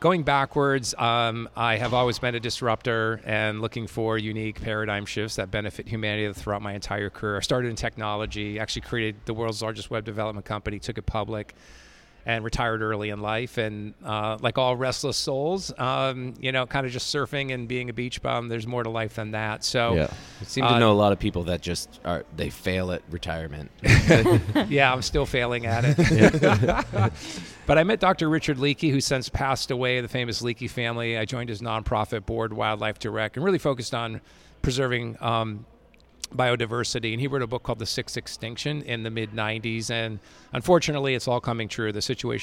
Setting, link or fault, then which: setting, busy venue